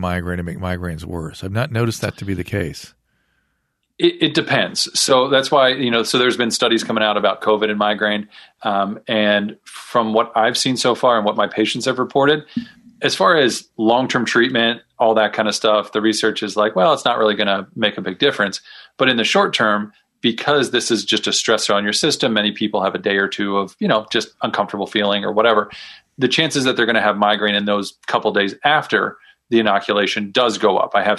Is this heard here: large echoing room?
no